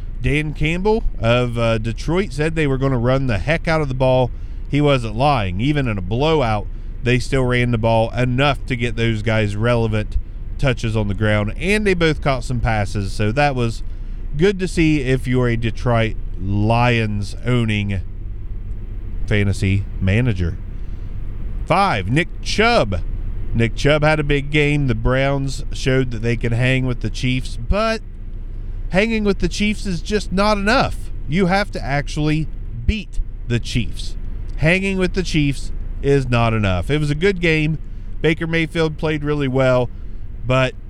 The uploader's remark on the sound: hop in the car with me